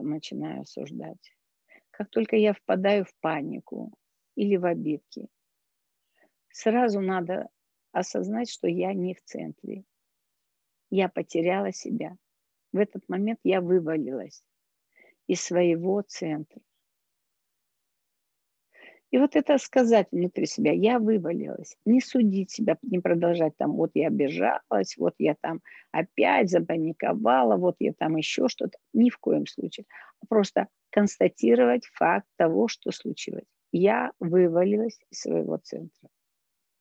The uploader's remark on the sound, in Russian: Zoom-эфир. Запись прямого эфира с ответами на вопросы.